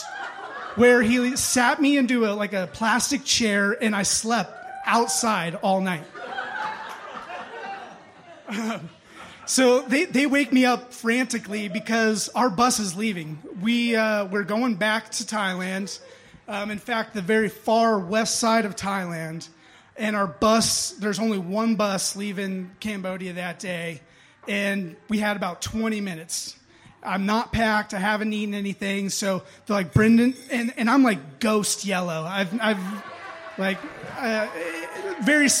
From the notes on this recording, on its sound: Impromptu Raconteurs. Audience members step up to the stage to share their stories.